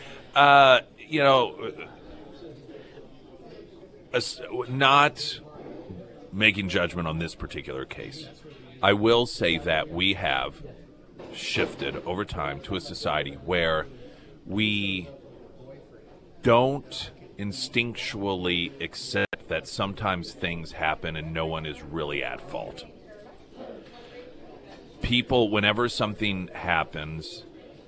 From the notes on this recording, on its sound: live at Scramblers Diner